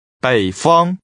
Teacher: The tones for north are falling, rising, and high level.